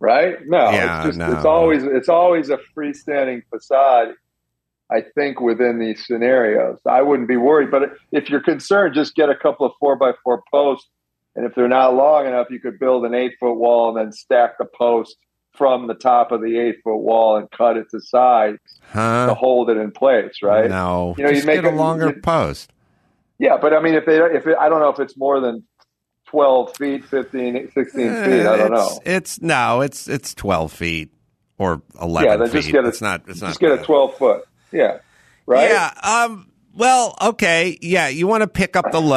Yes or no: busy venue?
no